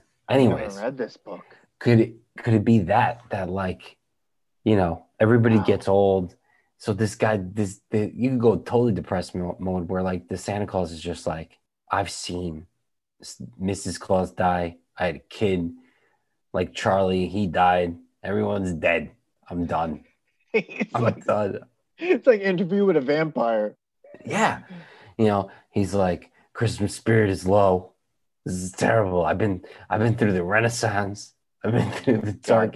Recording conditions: video call